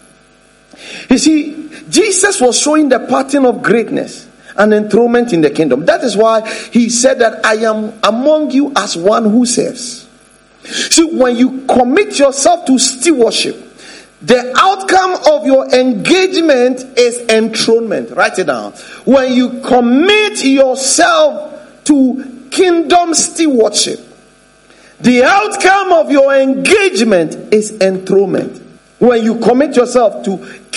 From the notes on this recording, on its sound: preached at The Faithlife Church, Ghana-Tema Community 3 Site A.